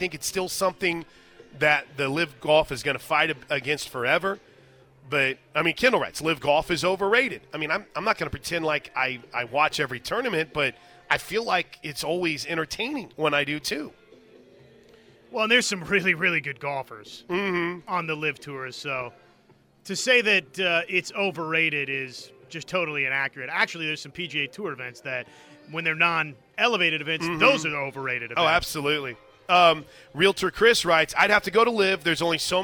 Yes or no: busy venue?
yes